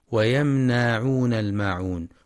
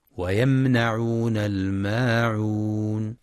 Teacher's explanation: ويمنعون، ويخطئ بعض الطلاب فيقرأ ويمنعون بمد النون هكذا ويمنعون الماعون، والصواب فتح النون فقط دون مد · Shown in: second take